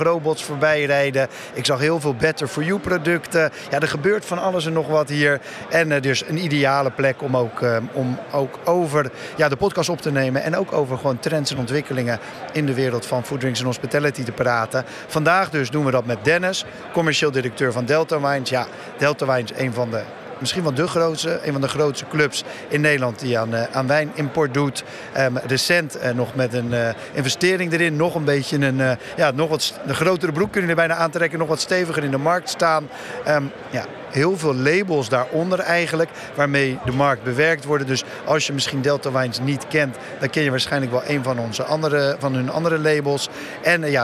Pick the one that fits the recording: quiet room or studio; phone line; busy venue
busy venue